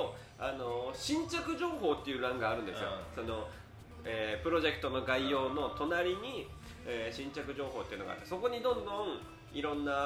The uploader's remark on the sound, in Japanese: カラオケでの収録で聴きづらいです。